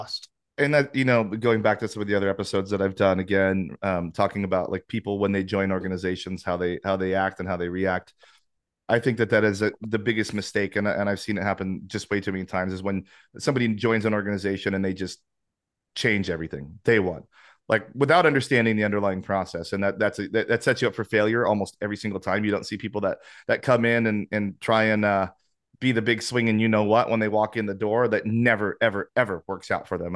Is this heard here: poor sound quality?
no